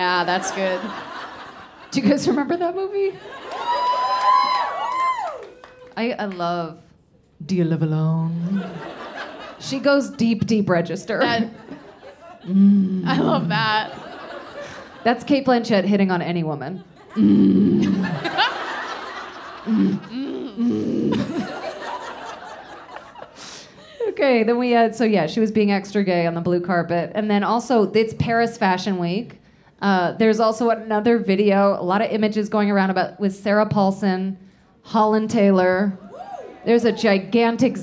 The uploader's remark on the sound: LIVE IN BOSTON